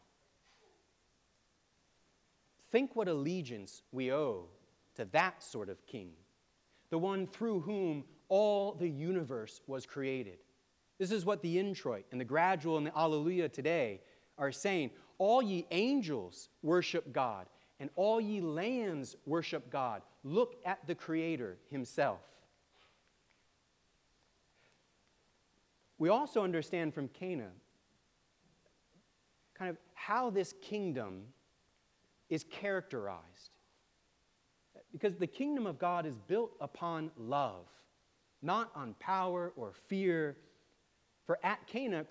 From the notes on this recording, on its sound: preached at All Saints Anglican Church on January 21, 2024